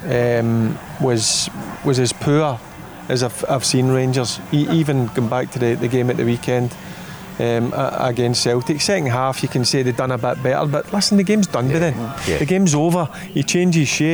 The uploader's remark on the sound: Live At Radisson Red. Recorded at The Radisson Red.